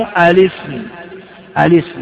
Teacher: فإذا جاءت آل قبلها سقطت الهمزة وبقيت السين ساكنة واللام ساكنة، فوجب تحريك إحداهما ولا يمكن تحريك السين، حركت اللام الاسم، الاسم بالاسم جار ومجرور متعلق بخصص بالجر ولا بالاسم؟ · Term: همزة وصل